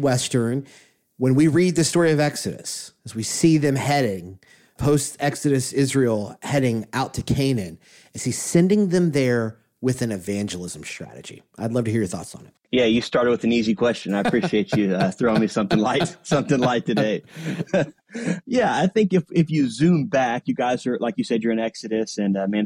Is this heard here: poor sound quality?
no